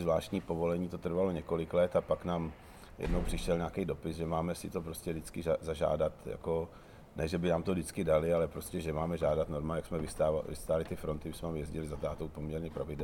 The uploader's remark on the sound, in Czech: Podcast byl nahrán na střeše Divadla Disk v rámci festivalového programu: Dopolední brunche s hosty.